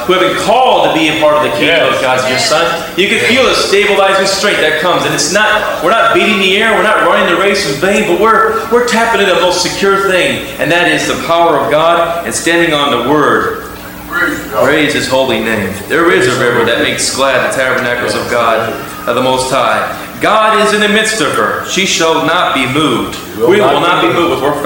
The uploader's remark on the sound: Taken from a sermon preached on July 5, 2015